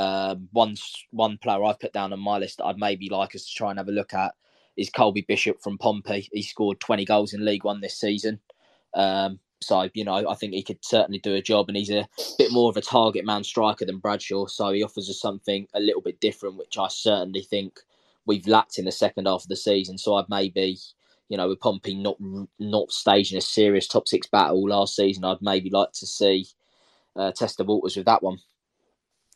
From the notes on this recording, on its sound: This is the live show recorded using twitter spaces